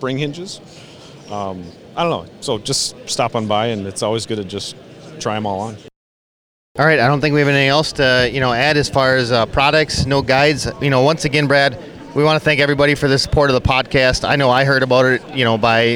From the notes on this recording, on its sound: Guide Panel Live from the Minnesota Muskie Expo. This week we record live from the Minnesota Muskie Expo.